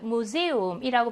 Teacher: 복모음이 활용이 된게 아니라 각각의 모음으로 본다. 그래서 에 하고 우로 발음합니다. 무세움이라고 발음하거든요.